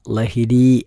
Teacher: ലഹരി എന്നതിൻ്റെ ലാ നാവ് മുൻപല്ലിൻ്റെ മുകളിലേക്ക് സ്പർശിച്ചു കൊണ്ടുള്ള ലാ ആണ്.